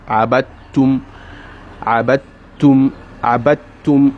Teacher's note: Go straight to the ta'un and skip the dalun.